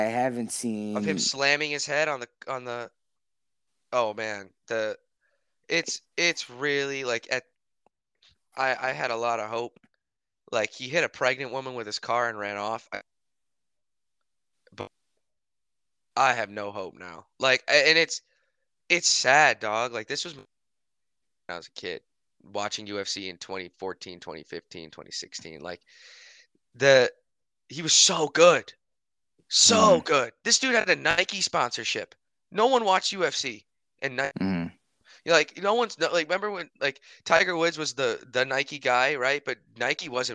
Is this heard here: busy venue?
no